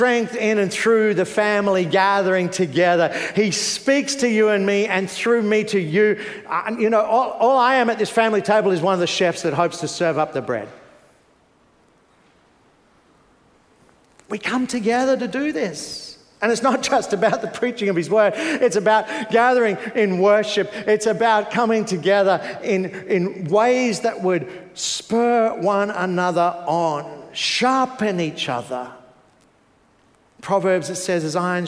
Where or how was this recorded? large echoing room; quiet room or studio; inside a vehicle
large echoing room